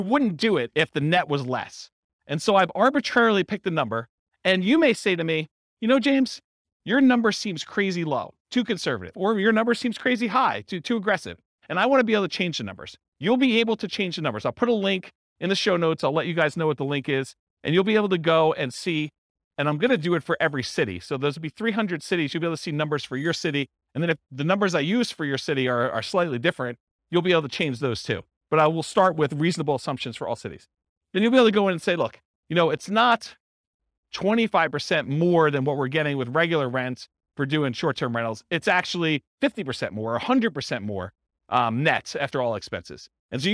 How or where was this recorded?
live audience